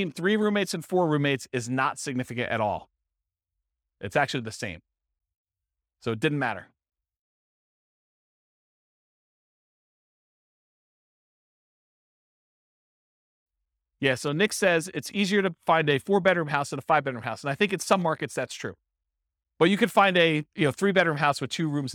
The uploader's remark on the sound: This was a live class recorded